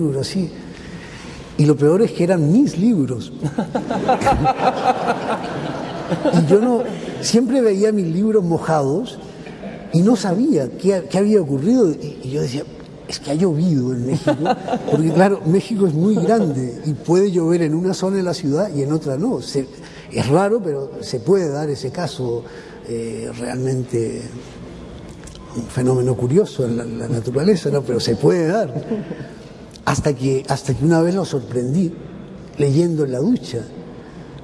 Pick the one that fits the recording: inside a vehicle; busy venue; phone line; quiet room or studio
busy venue